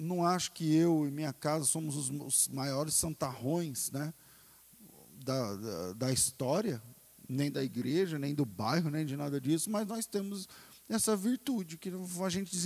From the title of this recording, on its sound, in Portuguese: Culto ao vivo